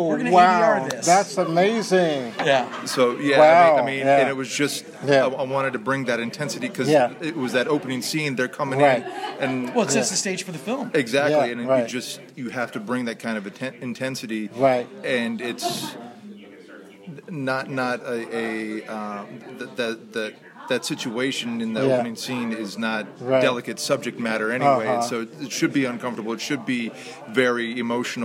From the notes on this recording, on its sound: LIVE from the Clifton Film Celebration. LIVE from the First Annual Clifton Film Celebration - an independent film festival in historic Clifton, Virginia.